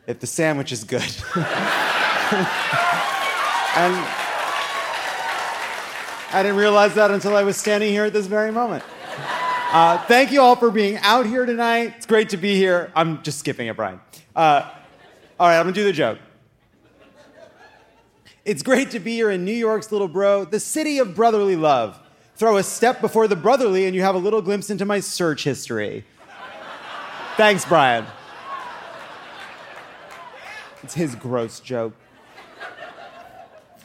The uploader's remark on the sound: Live from Philadelphia!